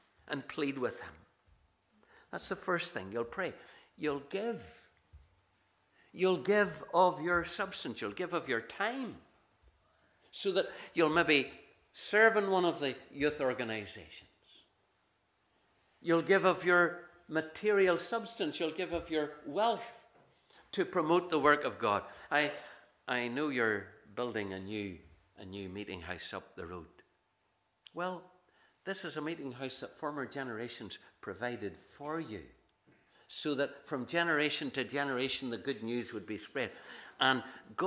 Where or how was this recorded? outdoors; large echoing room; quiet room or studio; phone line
large echoing room